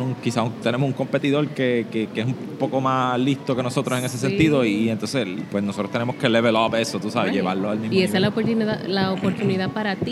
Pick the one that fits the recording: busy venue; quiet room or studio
busy venue